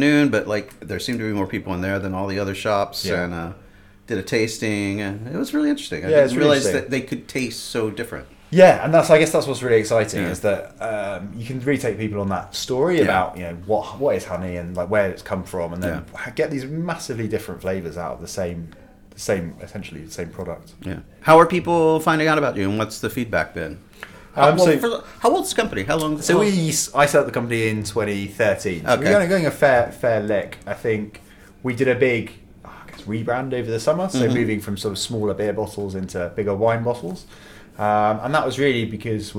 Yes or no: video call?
no